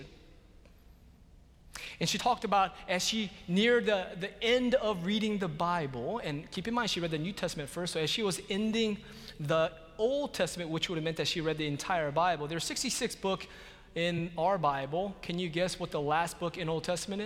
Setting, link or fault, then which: setting, large echoing room